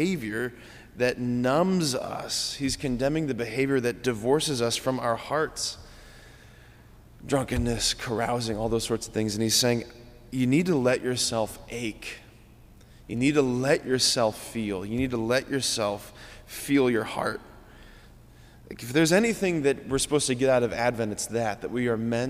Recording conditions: large echoing room